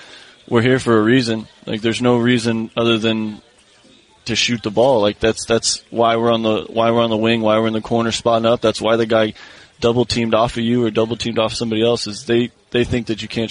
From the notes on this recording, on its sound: live from Lakers' Media Day